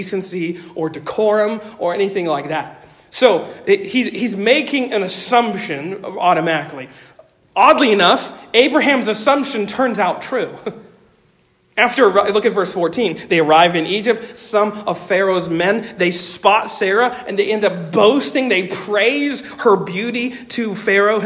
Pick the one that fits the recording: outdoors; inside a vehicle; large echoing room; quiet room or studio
large echoing room